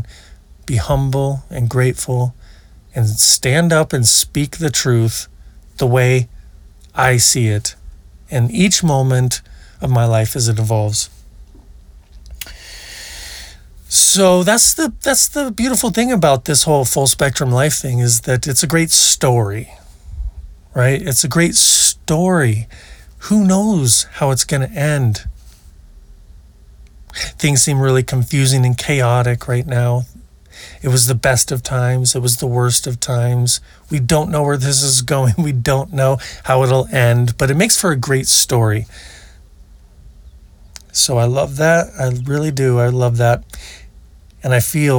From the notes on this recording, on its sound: Recorded at Hot Spring Glamp Camp. Recorded at Hot Spring Glamp Camp.